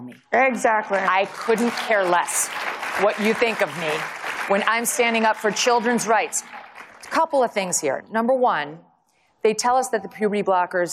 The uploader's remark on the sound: session at her first CPAC conference